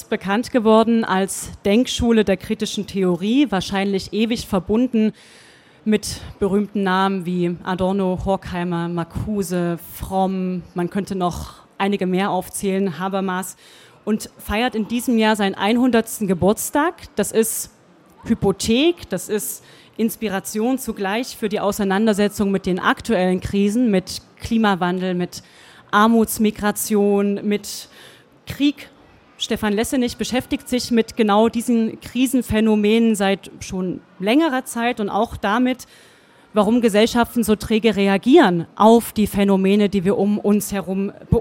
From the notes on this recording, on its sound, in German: auf der Leipziger Buchmesse